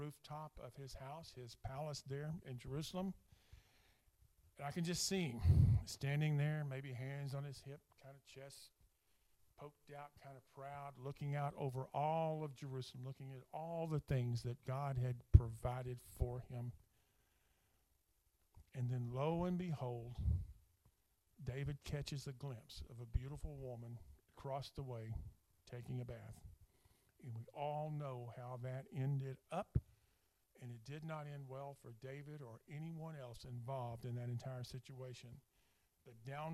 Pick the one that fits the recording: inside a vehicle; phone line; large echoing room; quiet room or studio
large echoing room